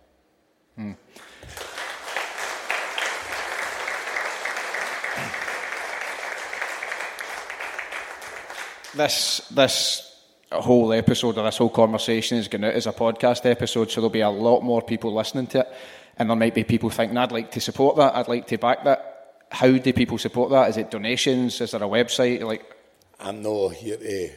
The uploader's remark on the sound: Recorded live at St Luke's in Glasgow.